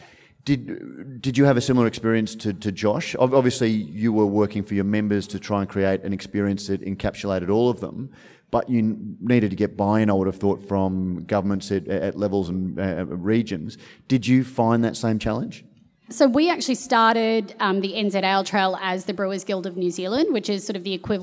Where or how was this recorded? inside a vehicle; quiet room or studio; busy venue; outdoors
busy venue